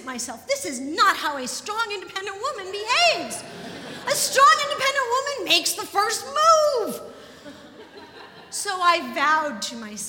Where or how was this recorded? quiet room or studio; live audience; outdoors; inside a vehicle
live audience